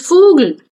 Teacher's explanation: das ist kein O, das ist zwischen O und U